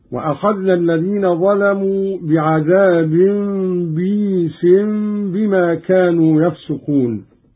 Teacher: قرأ قالون بكسر الباء بعدها ياء ساكنة مدية على وزن عيس